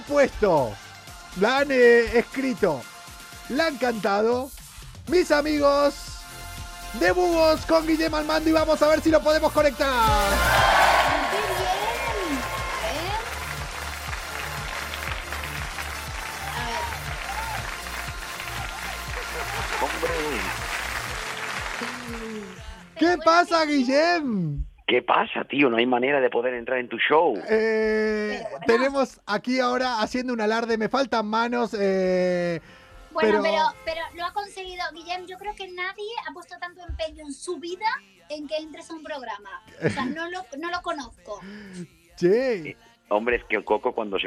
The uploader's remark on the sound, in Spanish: La tecnología nos jugó una mala pasada y solo pudimos hablar con él por teléfono.